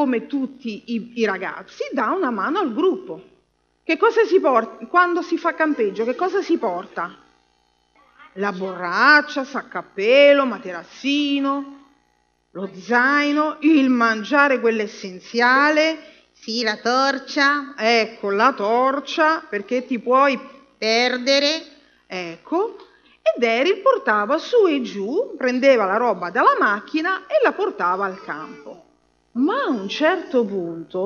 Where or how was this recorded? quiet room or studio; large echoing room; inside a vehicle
large echoing room